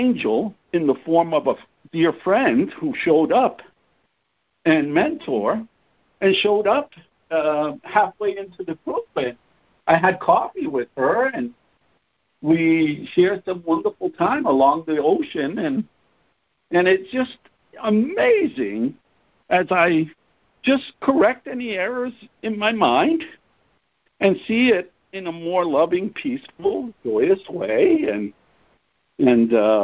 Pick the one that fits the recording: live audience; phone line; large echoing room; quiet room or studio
phone line